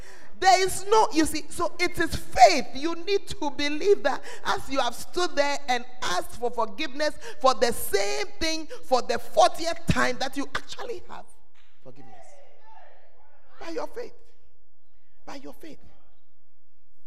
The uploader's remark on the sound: Preached at the First Love Center, Ayeduase.